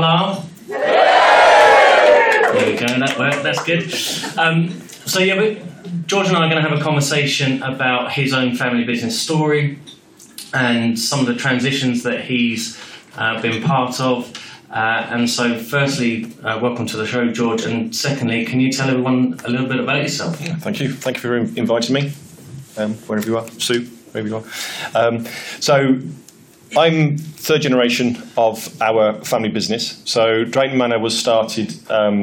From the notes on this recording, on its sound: Family Business Network Conference. It was a fantastic conference with great speakers and guests. I was also asked to record a live podcast and this is the result.